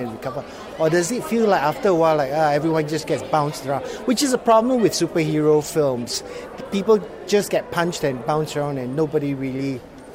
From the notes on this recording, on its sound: outside a screening of the film last week